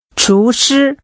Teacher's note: The tones are rising and high level.